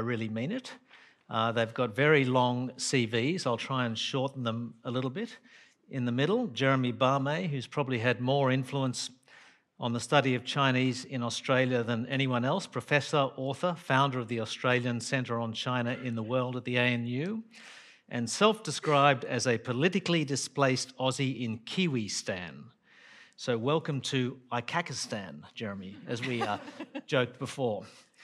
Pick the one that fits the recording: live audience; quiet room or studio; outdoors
live audience